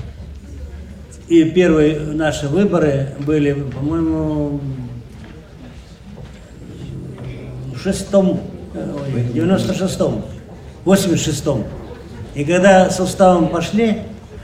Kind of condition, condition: setting, large echoing room